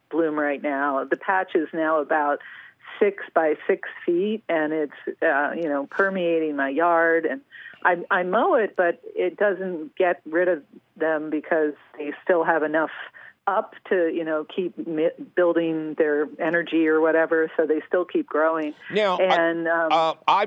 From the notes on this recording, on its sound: your Fabulous phone calls!